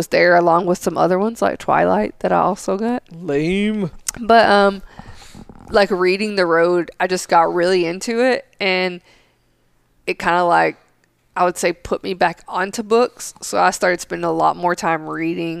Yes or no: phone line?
no